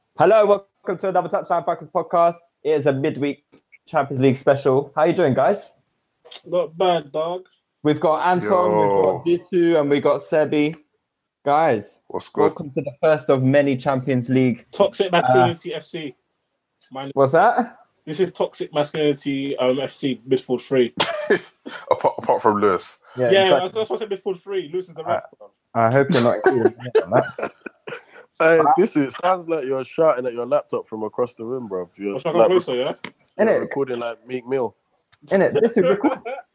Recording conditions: video call